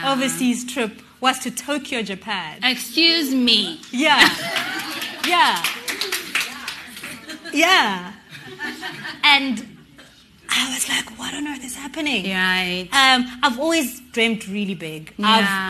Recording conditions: live audience